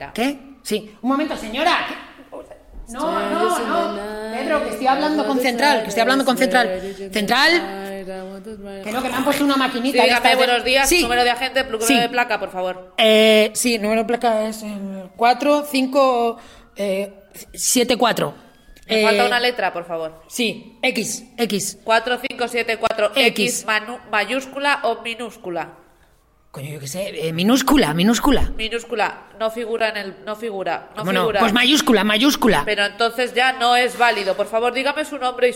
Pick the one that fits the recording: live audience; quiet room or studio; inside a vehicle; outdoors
live audience